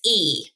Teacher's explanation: our tongue is really high and really anterior in our mouth, and we produce the vowel sound e. Mm. The other thing we know about the sound e is that our lips are not rounded when we produce the sound e. · Term: front vowel